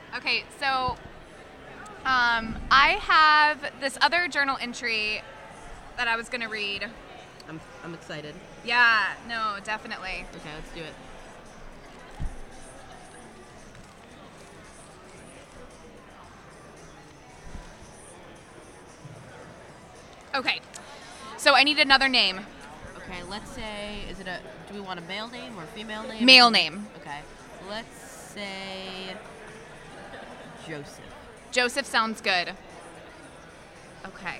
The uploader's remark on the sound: Live from INTERNET YAMI-ICHI